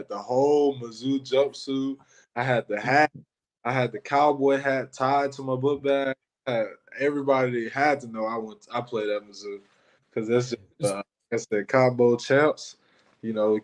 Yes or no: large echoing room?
no